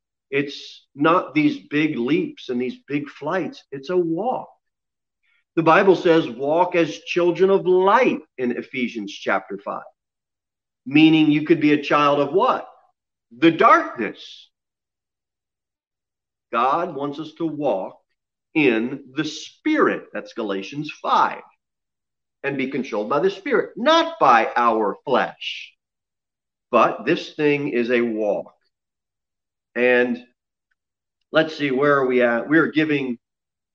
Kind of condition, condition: setting, large echoing room